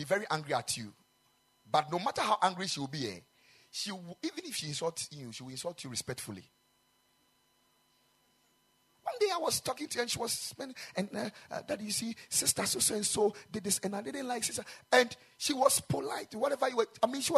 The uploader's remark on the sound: Preached at the Ekklesia Chapel